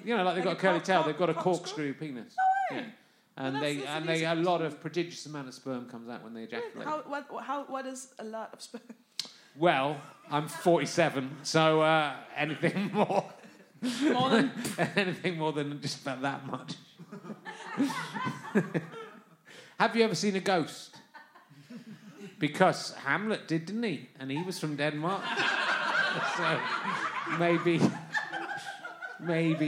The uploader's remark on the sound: Recorded at the Spike Sligo Festival in West Ireland to a tiny, but enthusiastic crowd. Sorry if the balance is a bit off.